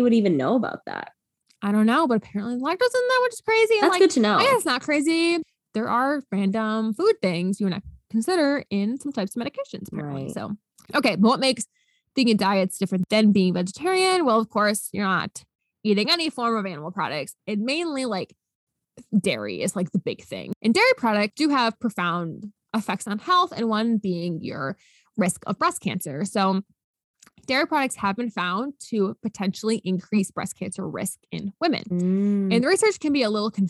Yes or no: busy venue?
no